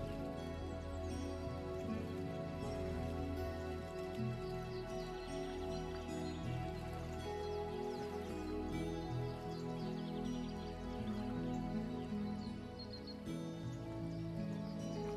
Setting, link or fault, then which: fault, sounds in the background